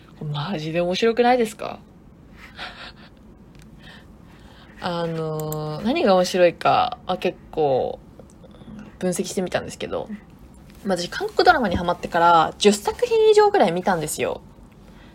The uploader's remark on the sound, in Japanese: ウルトラライトダウンの雑音がすごいです。すみません。